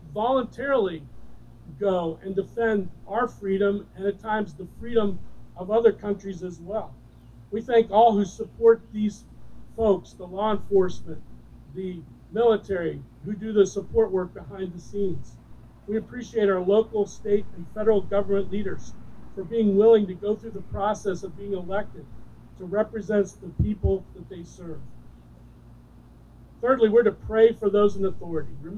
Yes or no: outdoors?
yes